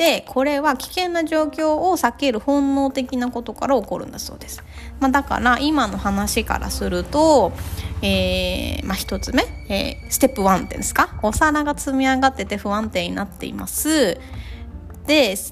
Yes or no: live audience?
no